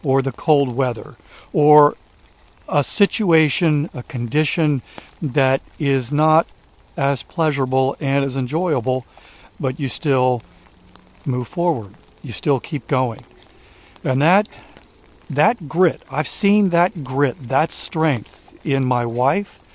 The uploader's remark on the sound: During today's rainy walk